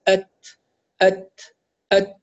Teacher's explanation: التاء الساكنة برضو تبدأ بشدة وتنتهي بهمس بدون مبالغة، يعني المبالغة فيها أت كأنها حرف سين، يعني خرجت سين بعد التاء، لا أت أت أت، ضغط معتدل، أت أت، كورت، انكدرت، جاءت، هكذا بدون مبالغة.